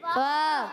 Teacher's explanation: پیارے بچوں اور مدنی چینل کے ناظرین فعصوا میں پہلا حرف فا فا کی ادائیگی ہوتی ہے اوپر والے دانتوں کے کنارے جب نیچے والے ہونٹ کے تر حصے سے لگتے ہیں تو ادا ہوتا ہے فا